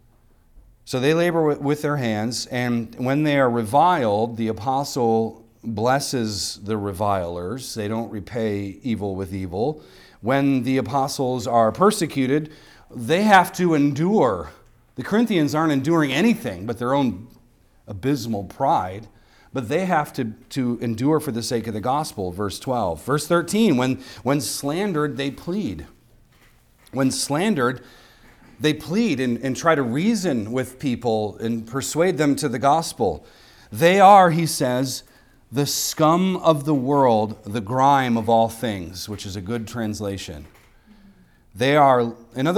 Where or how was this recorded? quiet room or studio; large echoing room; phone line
large echoing room